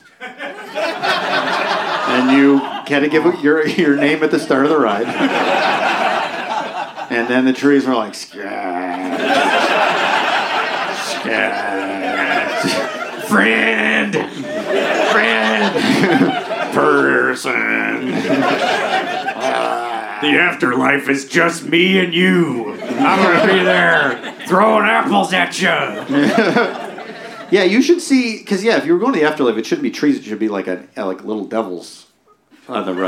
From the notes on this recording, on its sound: This time we're dressed like The Munsters and there's a live audience! Recorded live at Dynasty Typewriter.